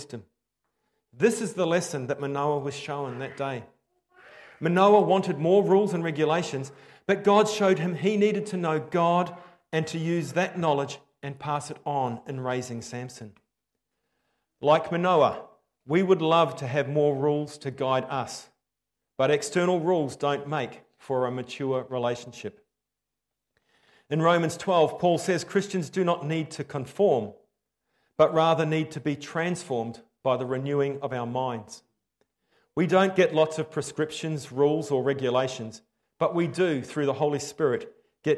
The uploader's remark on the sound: Preached 15/10/23 Am Service